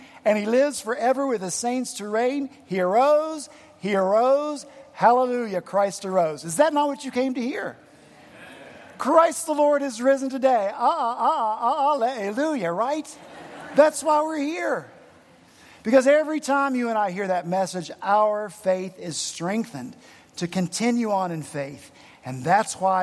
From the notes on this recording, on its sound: at Redeemer Presbyterian Church in Charleston, SC